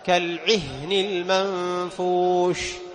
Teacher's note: ثم مثل لك بالعهن، العين مع الهاء، العين من وسط الحلق والهاء من أقصى الحلق، فلا بد توضح العين عند الهاء